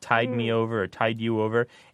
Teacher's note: One of the things that happens in American English in particular is that we often swallow our D's. So I could really see how you might pick up that phrase, tide me over or tide you over, and the D would almost disappear. So you might think it's not there, and it might sound like tie me over or tie you over.